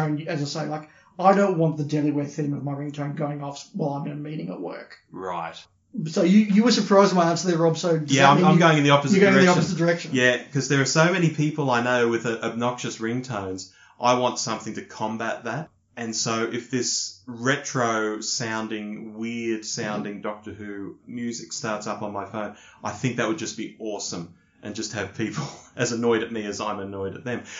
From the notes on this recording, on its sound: For this latest meeting, the lo-fi, hotel room recording vibe is back.